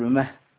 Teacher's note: يتفرد بهذه القراءة والوقف على ما الاستفهامية بهاء السكت ساكنة